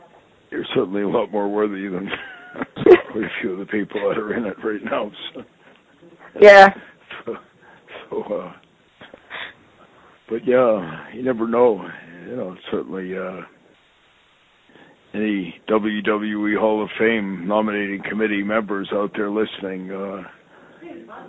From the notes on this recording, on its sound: I sit down on the phone with my friend